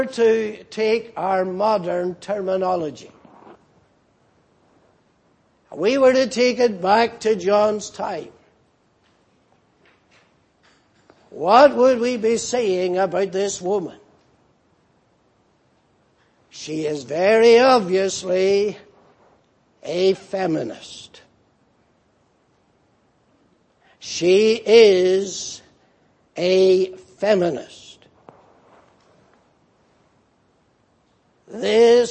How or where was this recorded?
large echoing room